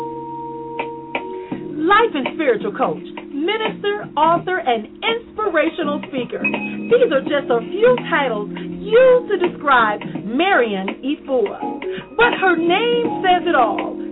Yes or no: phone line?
yes